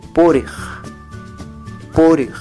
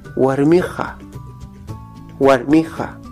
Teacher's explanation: No, no es otra vocal, es la misma. Solo que al estar en contacto con la ja, esta tiende a abrir más la i, por lo que hace parecer a una e